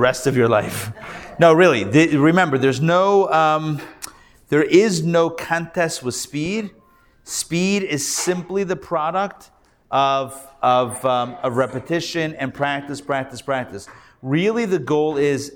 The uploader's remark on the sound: Recorded Live at The Torah Center ATL